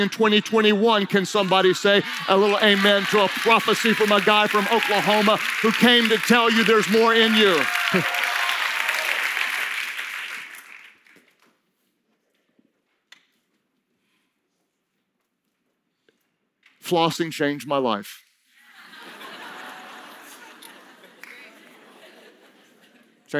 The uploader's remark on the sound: During Session 2 of Team Conference 2019